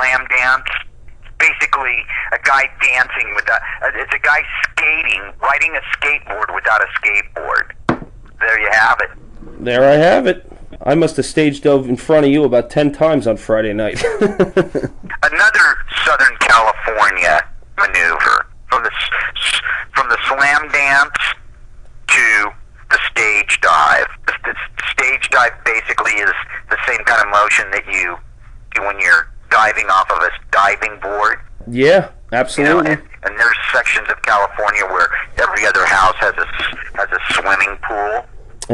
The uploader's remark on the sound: phone interview